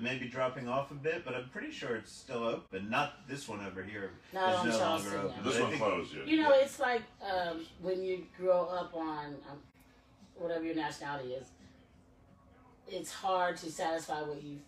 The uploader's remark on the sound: Live at the Peppermint Hippo!